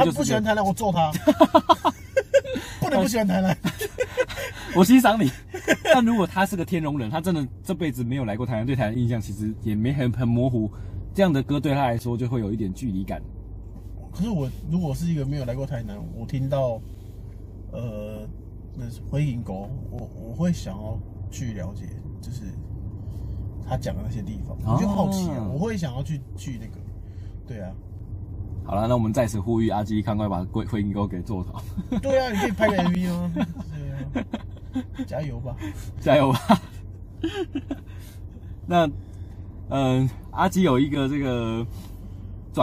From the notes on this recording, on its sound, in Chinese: 錄音地點：AM車上